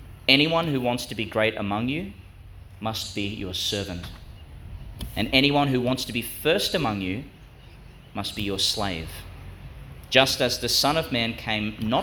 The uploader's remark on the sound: Homily for Catholic Education Week, (Feast of Saint James, Apostle), delivered at St John the Baptist Catholic Primary School, Gladstone, Qld.